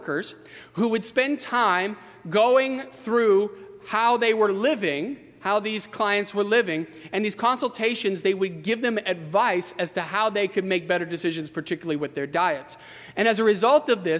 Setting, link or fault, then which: setting, large echoing room